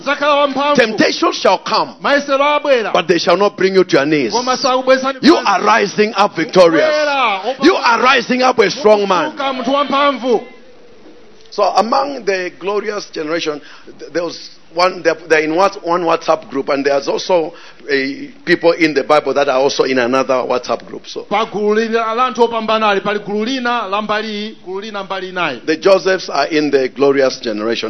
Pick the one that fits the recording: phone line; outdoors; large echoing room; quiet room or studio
large echoing room